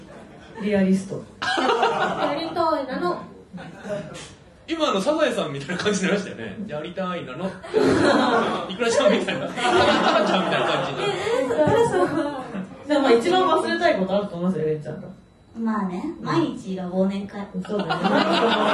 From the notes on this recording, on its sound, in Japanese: 今週は11/22に行われた公開録音の模様、前半戦をお届け！